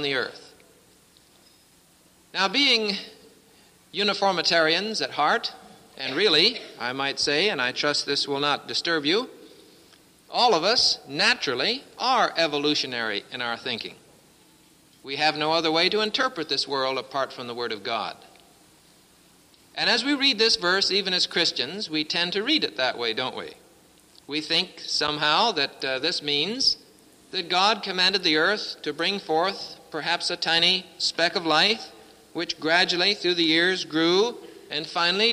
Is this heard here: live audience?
yes